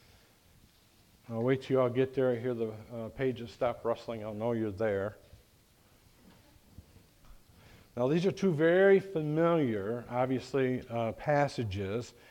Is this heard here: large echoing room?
yes